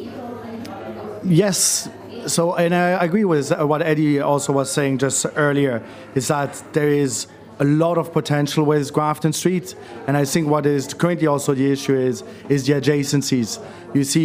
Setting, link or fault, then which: setting, busy venue